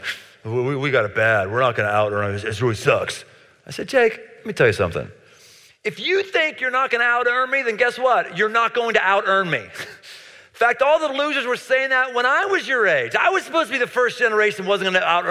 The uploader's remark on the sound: Live in Cincinnati. Near the campus of the University of Cincinnati.